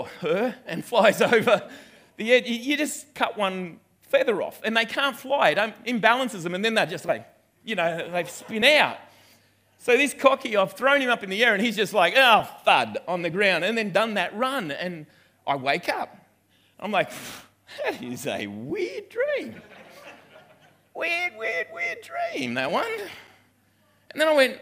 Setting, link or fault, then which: setting, live audience